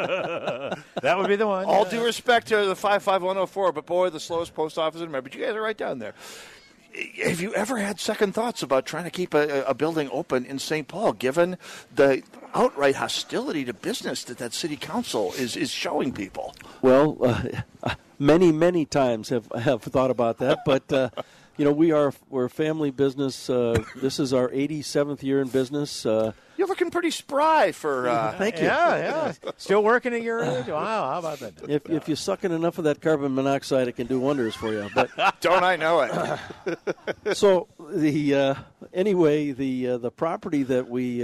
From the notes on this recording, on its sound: Hole For Heroes Live on Medicine Lake.